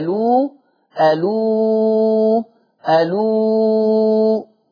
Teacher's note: الهمزة ديت اللي أنا نقلت حركتها وراها واو مادية، فتبقى مد بدل